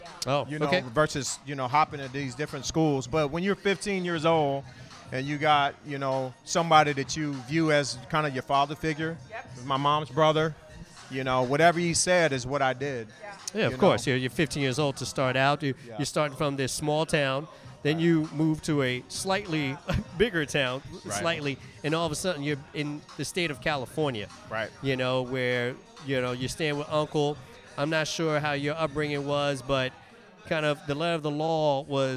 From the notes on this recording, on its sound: We are live from the Backyard in South Seattle!